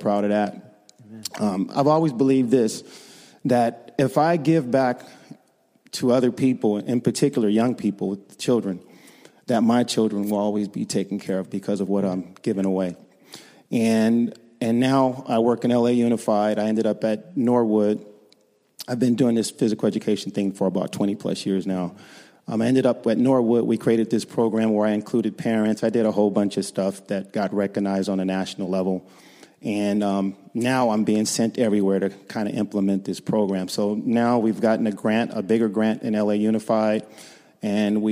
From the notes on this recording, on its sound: Kick Off message delivered during the Contemporary Worship service.